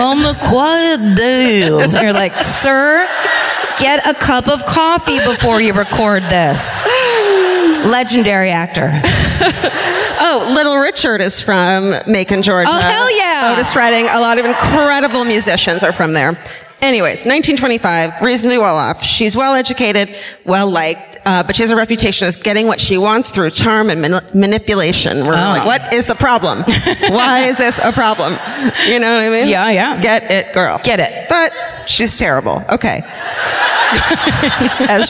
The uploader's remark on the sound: Live at the Cobb Energy Performing Arts Centre in Atlanta